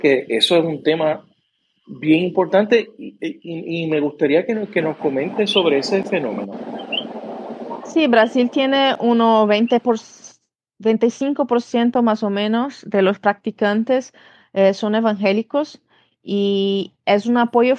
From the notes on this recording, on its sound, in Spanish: Twitter Space grabado el martes, 4 de octubre de 2022